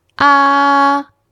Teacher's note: The first tone is ah. This is also known as the high and flat tone. It sounds a bit like when you're saying la la la la la ah.